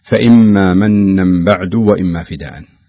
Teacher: وبعدها الباء، هذه تنوين أتى بعد حرف الباء، فهذا نسميه إقلاب، قلب التنوين مع الباء إلى حرف ميم مشدد، ولا ينطق التنوين أبدا، إنما يدغم في الباء مباشرة، يعني يدخل في الباء فيقلب · Term: الإقلاب